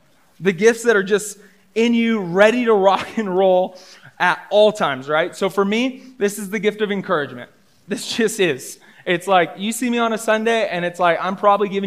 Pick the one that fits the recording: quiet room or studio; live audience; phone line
live audience